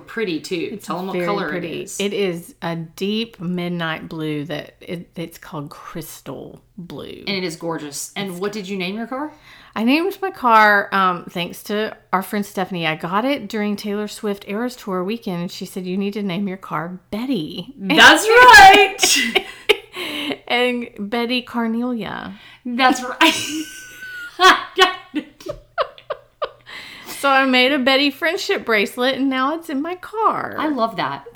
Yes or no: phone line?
no